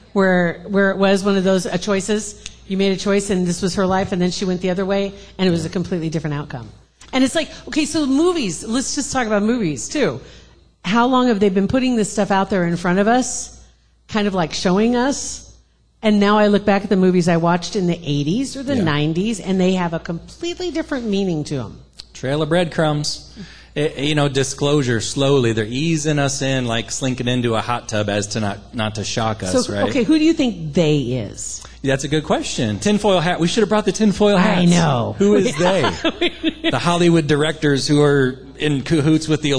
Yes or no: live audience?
yes